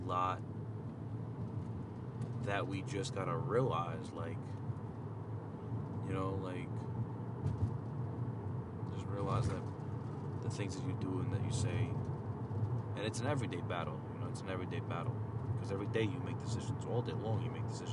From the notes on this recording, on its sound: Just a random rant apologize for the sounds of driving on the road.